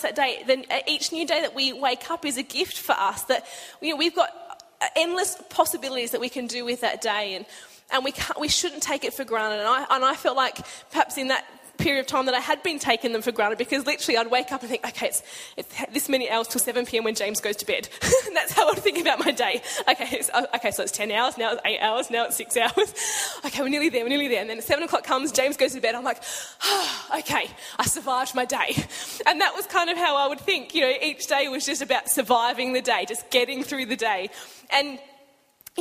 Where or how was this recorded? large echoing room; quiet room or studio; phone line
large echoing room